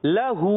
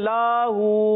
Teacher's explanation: अब लाम पर जबर है इसको नहीं खींचेंगे हा पर उल्टी पेश है उल्टा पेश है इसको एक अलिफ खींचेंगे · Shown in: first take · तो पढ़ना है लहू अच्छा बाल बच्चे पढ़ते हैं लाहू गलत